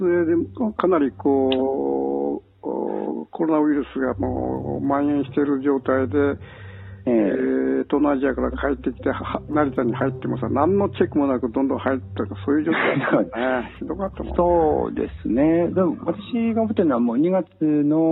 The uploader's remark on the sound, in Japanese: 房総・八角堂のスタジオから。台湾在住者に電話インタビュー。